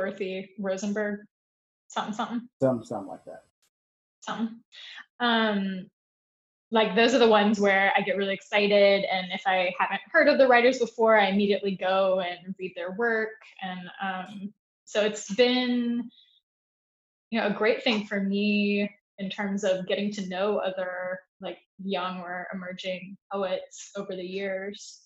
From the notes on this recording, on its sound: This episode is our first recording entirely remotely. No amount of ambient noise could get in the way of her sheer brilliance though.